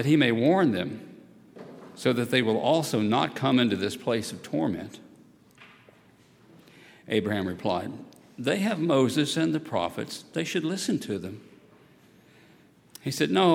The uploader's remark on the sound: at Highland Baptist Church